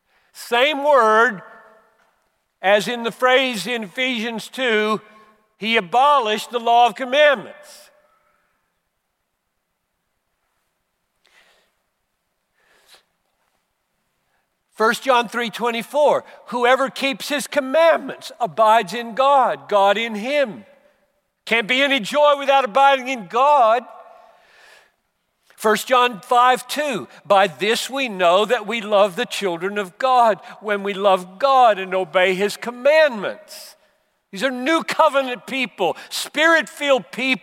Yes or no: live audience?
yes